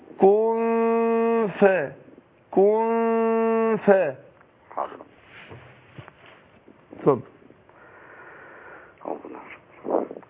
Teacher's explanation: الفاء تطلع من بطن الشفة السفلى مع الثنايا العليا، مع السنتين الصغير اللي هما دول اللي فوق دول.